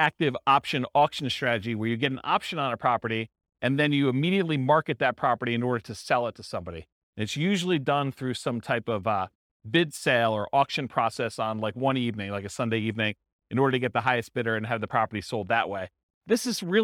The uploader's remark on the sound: This was a live class recorded